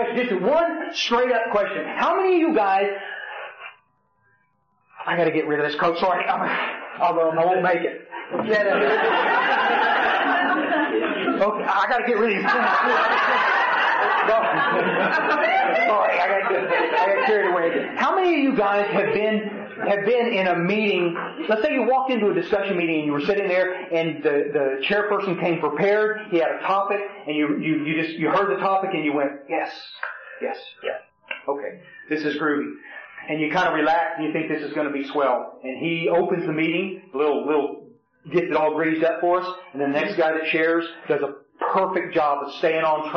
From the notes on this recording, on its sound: speaking in Frankston Australia sometime in 2007 at an unknown event